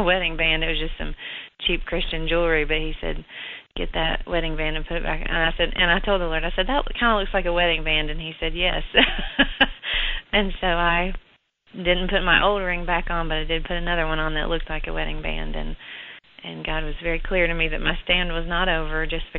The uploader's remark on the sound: CONFERENCE CALL